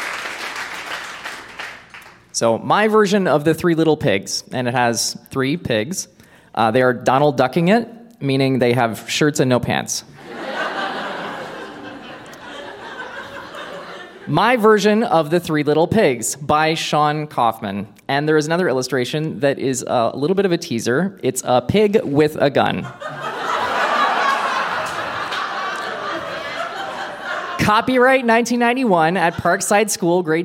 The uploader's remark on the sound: Recorded live at The Walper Hotel in Kitchener.